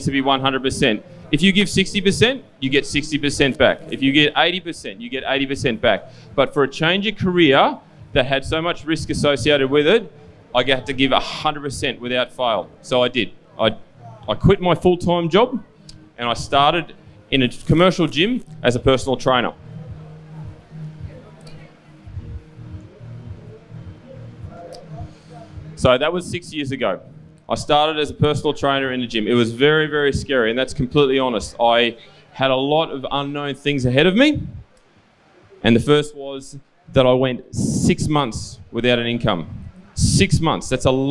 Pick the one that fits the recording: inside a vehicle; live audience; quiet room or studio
live audience